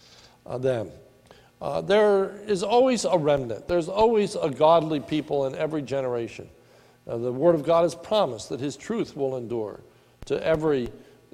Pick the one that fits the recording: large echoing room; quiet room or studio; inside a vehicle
large echoing room